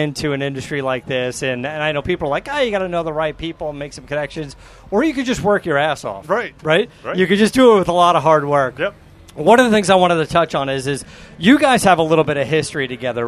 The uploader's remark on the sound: live from Roadkill Nights in Pontiac Michigan